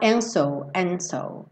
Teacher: Então você pode ter um t leve, and so, ou você pode pensar até em tirar esse D e falar and so